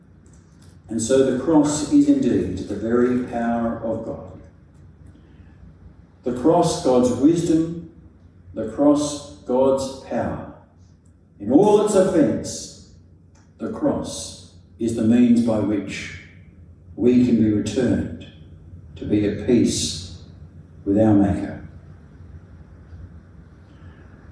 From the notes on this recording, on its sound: A sermon preached at St Stephen's Bellevue Hill on Good Friday 7th April 2023.